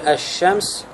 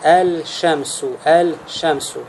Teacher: Аль-хуруфу шамсия, что касается солнечных букв, то это когда после лям приходят буквы, которые являются шамсией, которые препятствуют тому, чтобы лям произносился. И лям в данном случае не произносится, он входит в шин, и шин удваивается. · Shown in: first take · Почему? Потому что это трудно произнести.